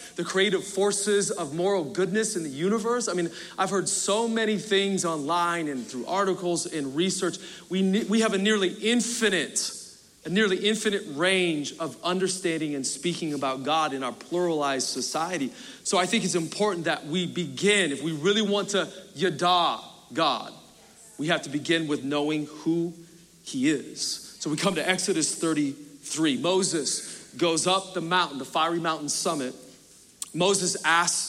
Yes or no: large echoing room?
yes